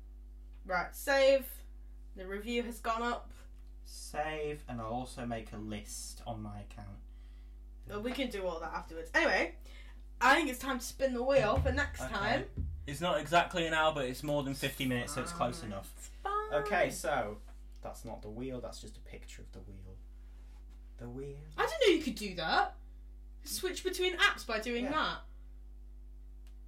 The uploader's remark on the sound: In this makeshift podcast. Sorry for any rubbish sound/camera quality, we aren't professionals......yet!